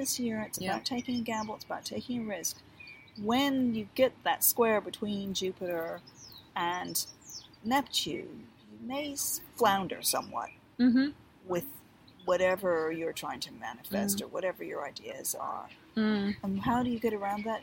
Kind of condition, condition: fault, sounds in the background